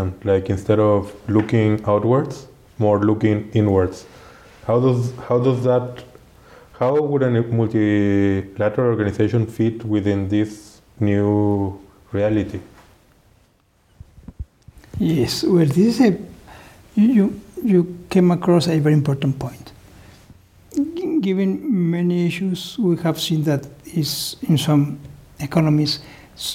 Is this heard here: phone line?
no